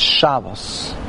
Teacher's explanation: All the words in Yiddish are Milael. The emphasis is on the first syllable.